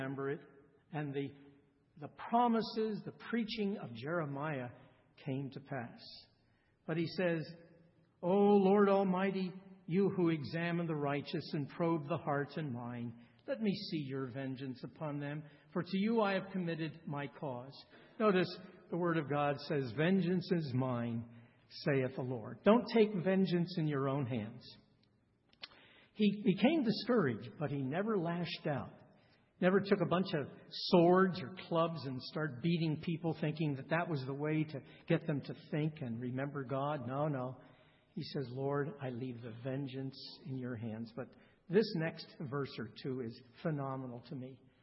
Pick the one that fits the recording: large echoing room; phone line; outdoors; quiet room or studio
large echoing room